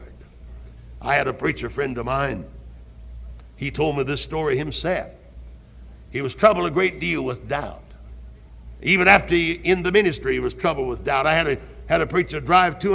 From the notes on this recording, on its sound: Originally preached at Tabernacle Baptist Church in Greenville, SC on December 12, 1971.